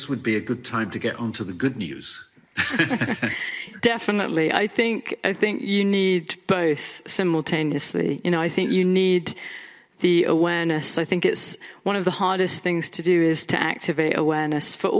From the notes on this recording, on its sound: Their conversation was recorded live in Austin where it was SXSW ’s Featured Session for the day art/climate converged.